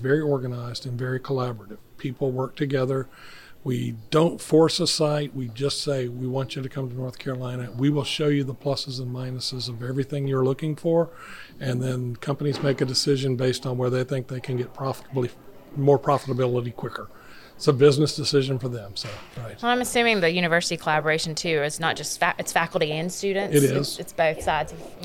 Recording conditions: busy venue